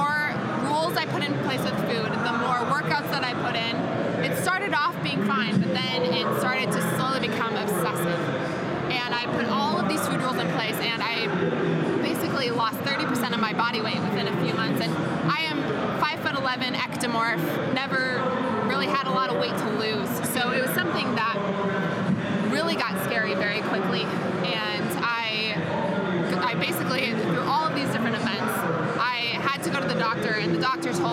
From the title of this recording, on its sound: Live From Strong New York